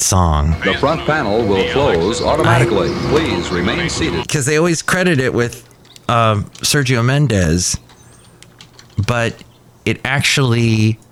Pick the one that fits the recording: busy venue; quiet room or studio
busy venue